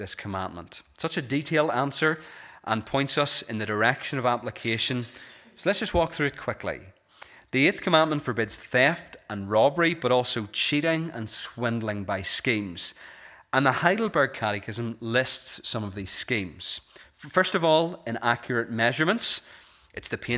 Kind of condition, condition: setting, large echoing room